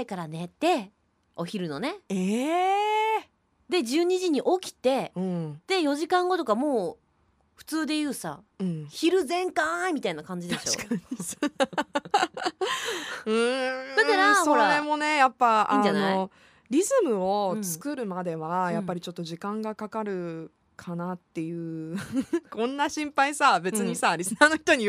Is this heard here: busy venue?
no